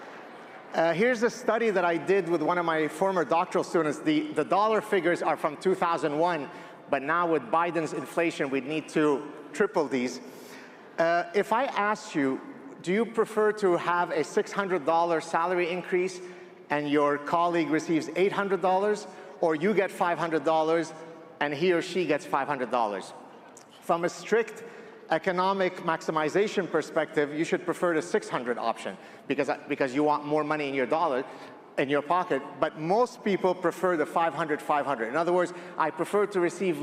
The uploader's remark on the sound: My Talk at AmericaFest 2023